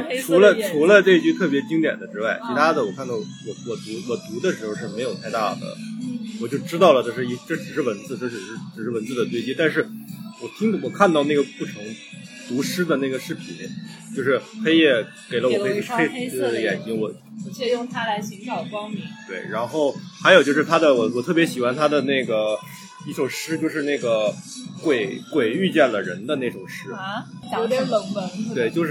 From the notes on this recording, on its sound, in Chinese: 本期节目在小酒吧完成录制，我们边碰杯边聊文学。因为周围环境略嘈杂，所以可能对听友们不太友好。接下来跟我一起进入略有点喧闹的小酒馆吧。